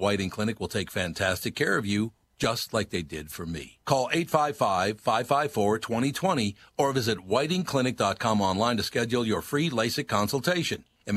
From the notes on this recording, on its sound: We field questions from listeners about the best time to buy a car, trading strategies and leasing vs buying. All call in and share stories of their first rides.